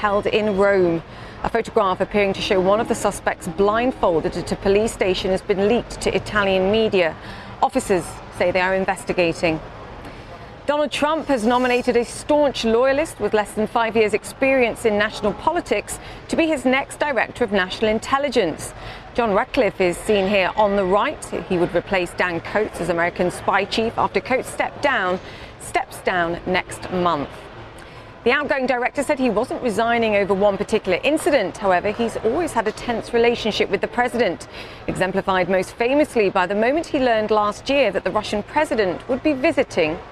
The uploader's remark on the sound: live from the New York Stock Exchange